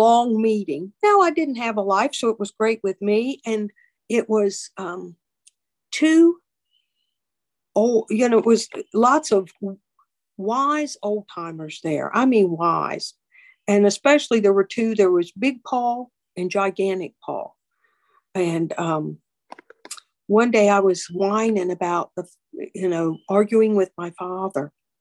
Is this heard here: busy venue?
no